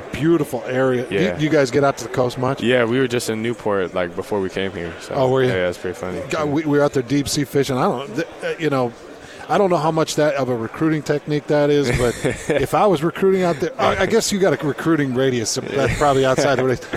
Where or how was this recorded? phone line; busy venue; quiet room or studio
busy venue